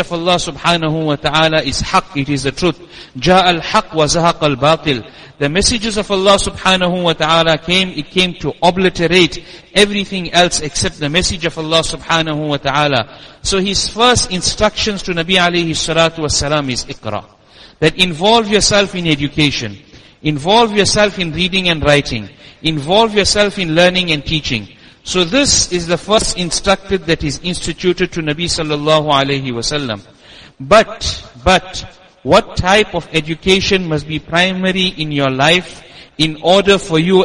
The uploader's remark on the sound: Jumuah lecture at Masjid us Siddique